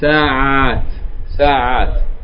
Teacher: the ترمبوتة is going to be changed to open تاء، and the vowel is going to be elongated. So it became ساعات.